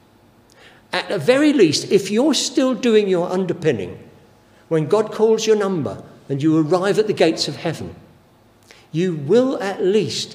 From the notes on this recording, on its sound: Given during the Oasis Church Live Stream